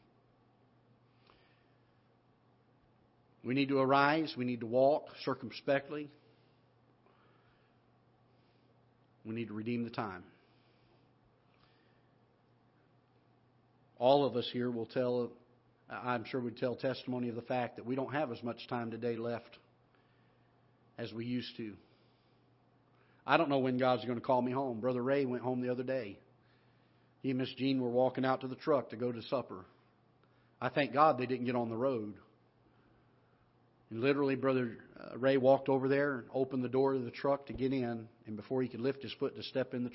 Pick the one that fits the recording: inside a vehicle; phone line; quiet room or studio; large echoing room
large echoing room